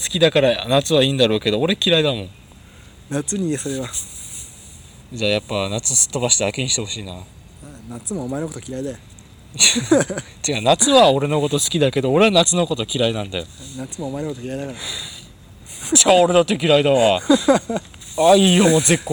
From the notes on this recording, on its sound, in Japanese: 西日暮里で2人。いつも収録している公園。